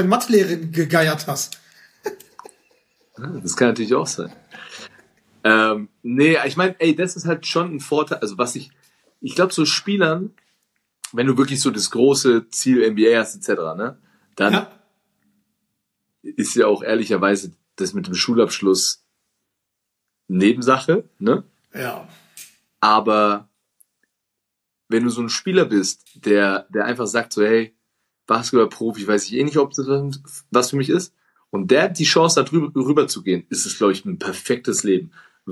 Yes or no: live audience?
no